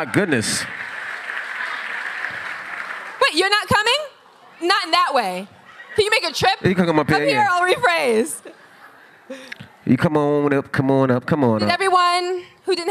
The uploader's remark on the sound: Live At Sony Hall NYC.